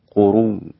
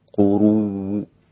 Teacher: الروم هو الاتيان ببعض الحركة، يعني لا تكون الضمة كاملة بل تكون بعض حركة الضمة · Shown in: second take